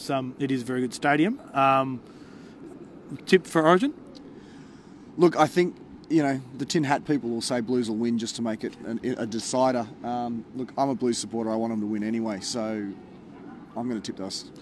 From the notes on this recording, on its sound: Was on location after the match as the crowd streamed out!